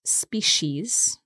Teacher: We pronounce this species, so the C becomes a sh, but some people say species as well.